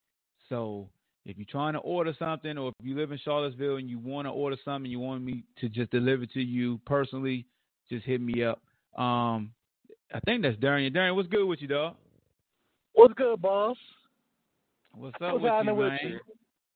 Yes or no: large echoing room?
no